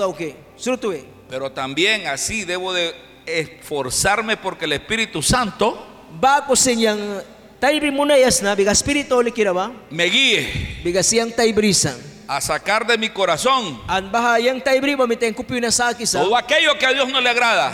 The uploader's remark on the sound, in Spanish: en vivo desde la Iglesia Torre Fuerte en Bilwi, Puerto Cabezas Nicaragua